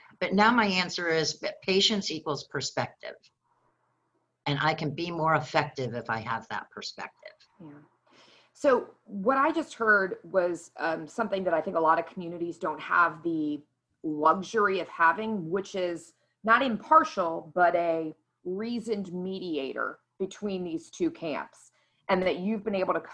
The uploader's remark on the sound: What do you get when you take 18 of the best and brightest lifesaving innovators, pair them up, put them on a Zoom call and hit record? The two-day, online event.